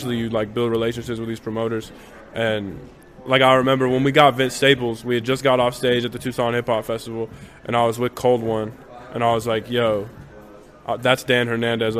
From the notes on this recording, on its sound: Recorded at South Sixth Bodega. Tucson.